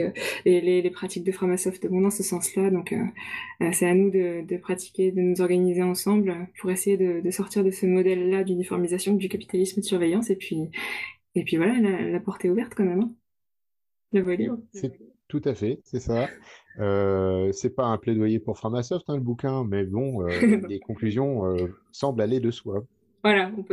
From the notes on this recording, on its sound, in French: Émission enregistrée le 23 avril 2020 sur Mumble, dans le salon La voix est libre du.